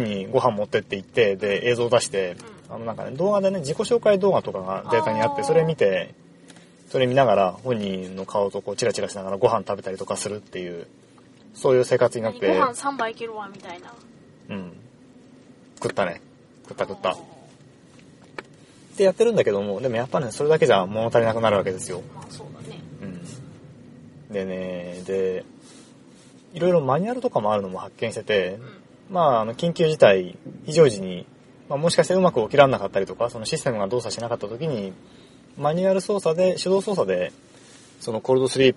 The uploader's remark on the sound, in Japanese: 映画「パッセンジャー」を観に行った帰り道での収録です。